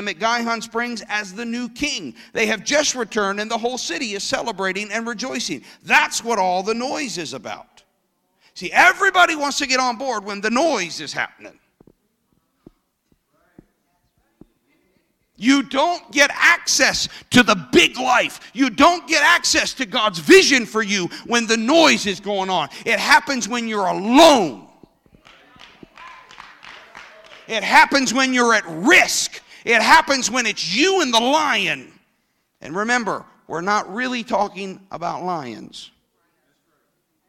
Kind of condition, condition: setting, large echoing room